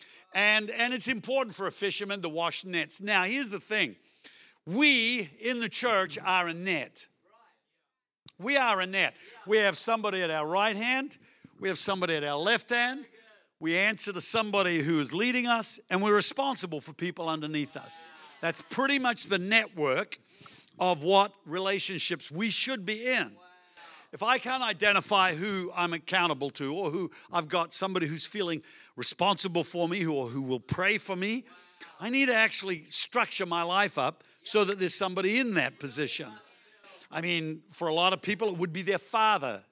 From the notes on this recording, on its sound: Melbourne East. Recorded during our 9am service on Sunday, the 10th of September 2023.